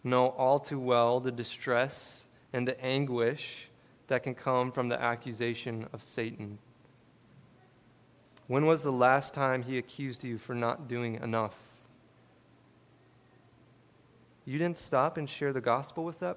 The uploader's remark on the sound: This sermon was preached at River City Church in Fargo, ND on August 14, 2022.